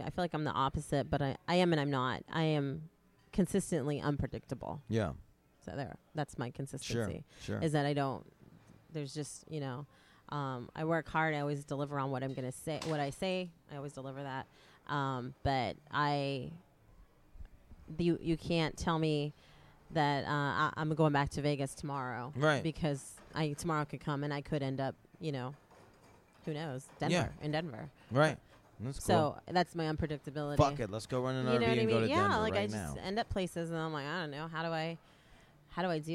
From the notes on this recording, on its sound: talk during Exxxotica in New Jersey